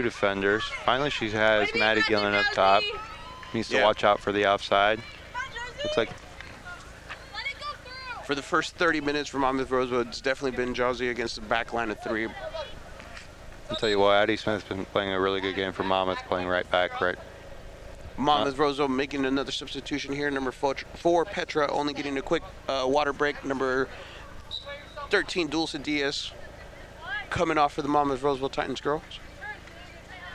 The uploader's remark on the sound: The Monmouth-Roseville Titans host the Bloomington Central Catholic Saints in a Class 1A Regional Championship match at Pattee Fields in Monmouth.